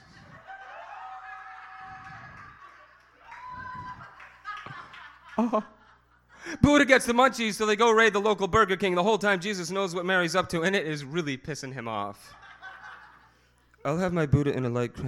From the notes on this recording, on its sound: Part One is the Open-Mic